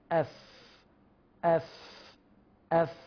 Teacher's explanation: حدث تصادم بين أطراف الثنايا العليا مع باطن الشفة السفلى · Term: الفاء